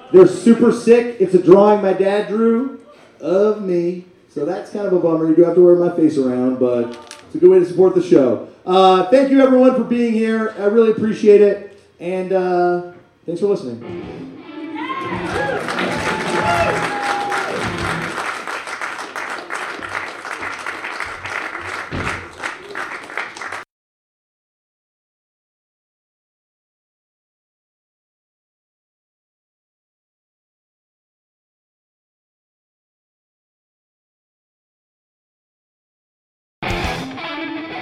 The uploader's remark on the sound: bring the TOAP touring machine into the heart of the big city,(well Brooklyn), for the final TOAP Live show